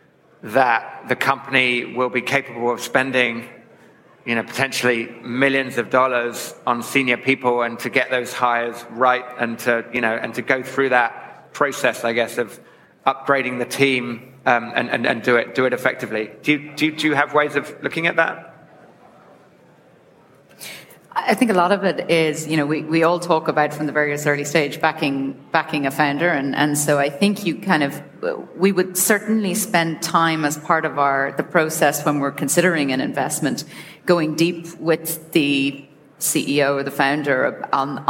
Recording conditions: live audience